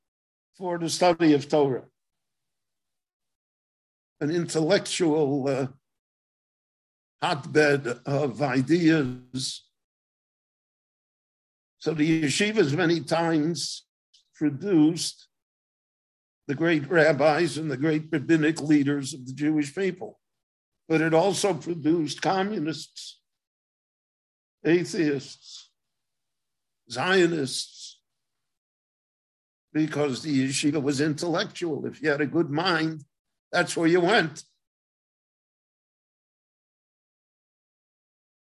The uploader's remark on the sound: gave a LIVE zoom lecture in Israel